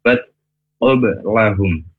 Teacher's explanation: Kemudian dimasukkan ke huruf Ta, Ta sukun. Bet, ada desisannya. Tapi desisannya jangan sampai menjadi pantulan